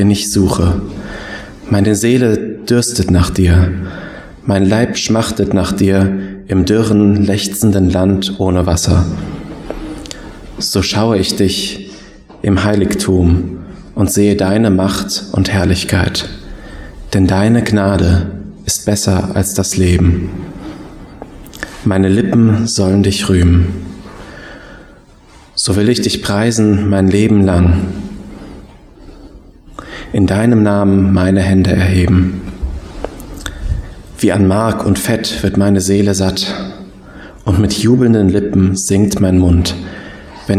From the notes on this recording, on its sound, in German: Predigt aus dem Gottesdienst